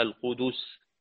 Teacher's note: تحقيق ضمة الدال عشان ما تبقاش برضو شبيهة بالخلخلة